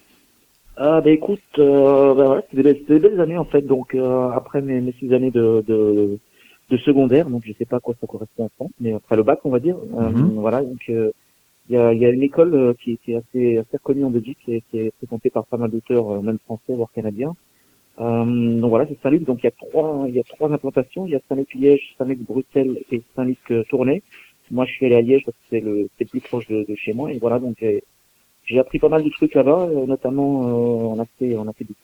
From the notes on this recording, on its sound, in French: Reçoit par téléphone.